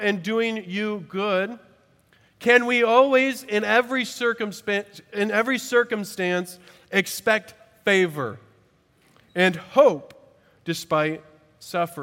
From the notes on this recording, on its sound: At Redeemer Presbyterian Church in Charleston, SC